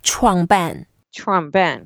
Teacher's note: Both are in fourth tones, so we go down with an emphasis.